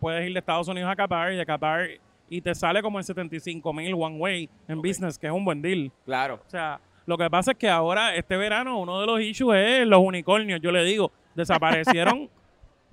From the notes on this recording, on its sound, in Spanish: en vivo desde el Centro de Convenciones de Puerto Rico tras el exitosísimo Mochileando Travel Class 2023